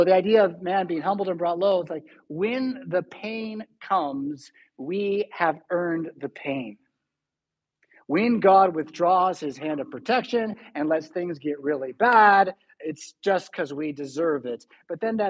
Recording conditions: large echoing room